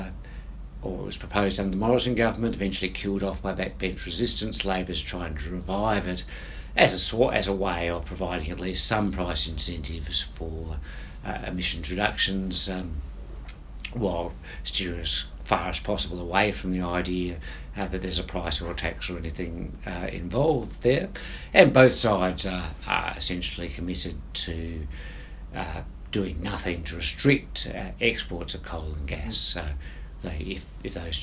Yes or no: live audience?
no